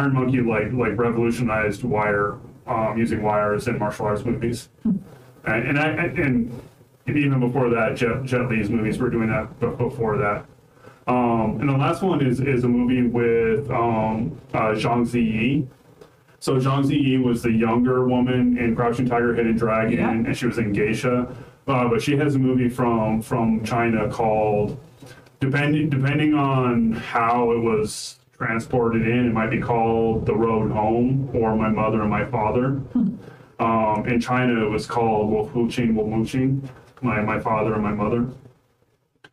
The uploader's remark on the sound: The audio in these first few episodes are pretty bad.